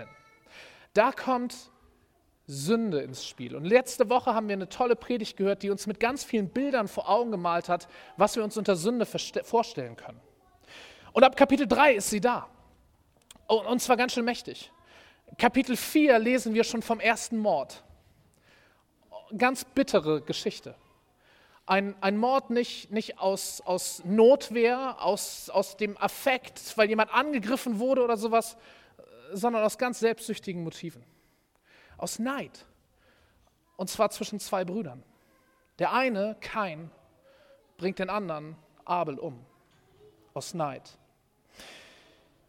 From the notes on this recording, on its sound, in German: Predigt im Rahmen des GreifBar+ Gottesdienstes.